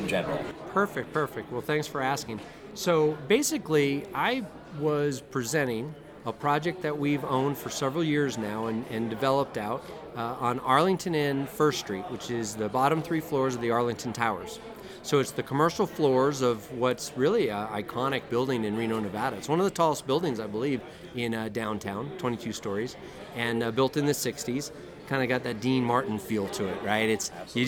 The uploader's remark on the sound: Speaks with presenters and special guests at the Northern Nevada Opportunity Zone Summit in Reno, NV.